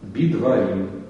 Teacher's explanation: Вместо двух шва произносимых получается «и» и «немое шва». Би-дварим вместо БД.